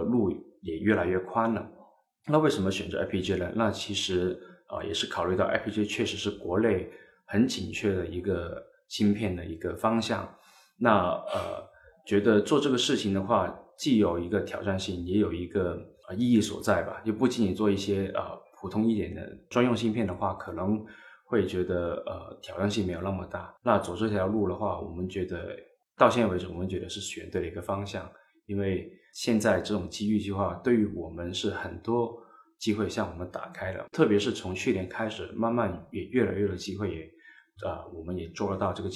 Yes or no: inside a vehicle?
no